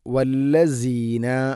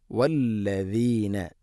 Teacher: എന്നിരുന്നാലും വല്ലദീന വല്ലസീന എന്നോ വല്ലദീന എന്നോ അല്ല, വല്ലദീന നാവിൻ്റെ അറ്റം മുൻപല്ലുകളുടെ ഇരുനിരകൾക്കിടയിലൂടെ അല്പം പുറത്തോട്ട് നിൽക്കണം. · Shown in: second take · Term: ദാലിൻ്റെ ഉച്ചാരണം